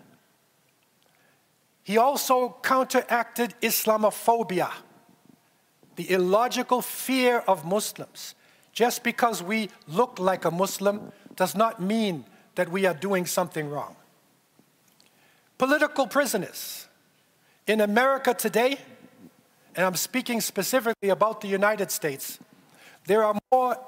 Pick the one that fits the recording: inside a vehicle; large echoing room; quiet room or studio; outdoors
large echoing room